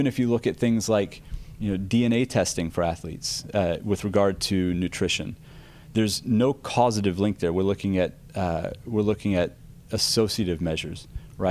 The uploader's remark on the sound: This was recorded during the event, and our cycling pros were feeling the energy from a day of great riding.